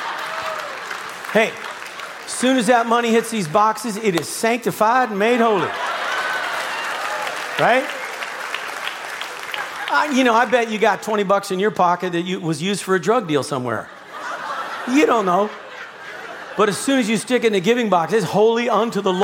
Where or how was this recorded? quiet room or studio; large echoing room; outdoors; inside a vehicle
large echoing room